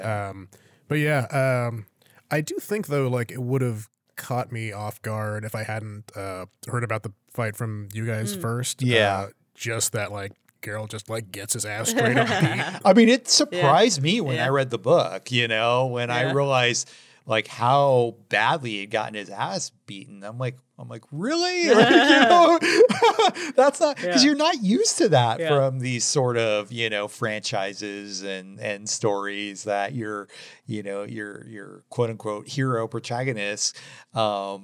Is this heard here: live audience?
no